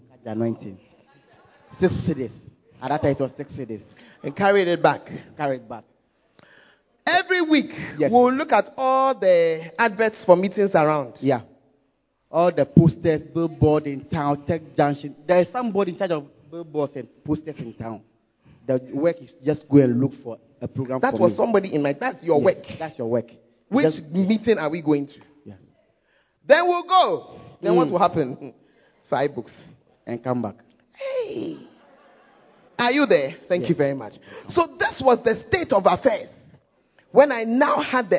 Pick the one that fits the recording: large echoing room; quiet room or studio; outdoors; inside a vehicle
large echoing room